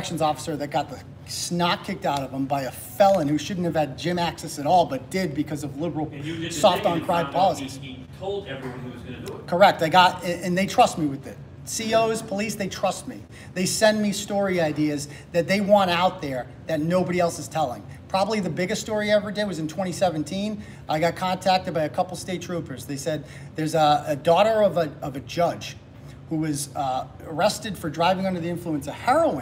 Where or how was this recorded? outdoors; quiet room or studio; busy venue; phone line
busy venue